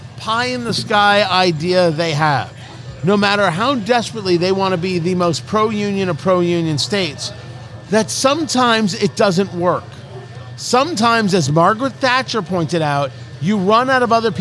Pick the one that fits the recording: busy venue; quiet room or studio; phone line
busy venue